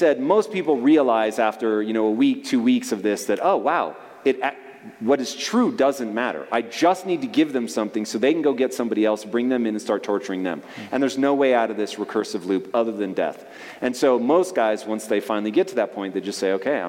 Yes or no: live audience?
yes